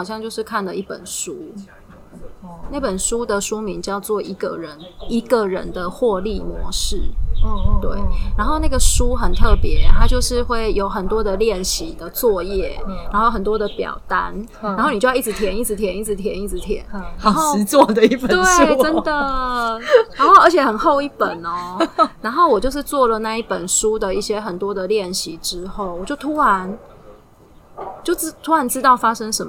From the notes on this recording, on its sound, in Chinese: 是我們第一次在戶外錄音。很多的環境音：鳥鳴聲、隔壁桌講話、工程噪音什麼的都被錄進來了。但也因為這樣，是現場感十足的一集，雖然有些噪音，但人在view很好的戶外，邊泡茶邊錄podcast，非常流動，。